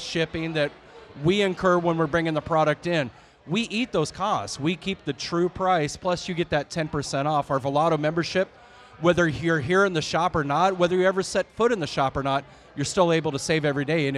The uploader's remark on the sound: We recorded during our event with Crowned Heads Cigars.